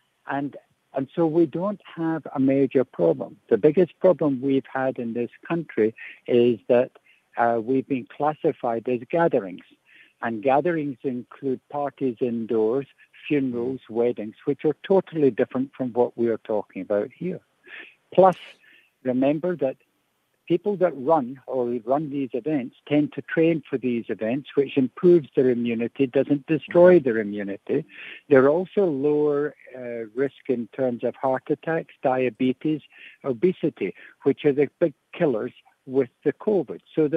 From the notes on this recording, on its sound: Guest on the line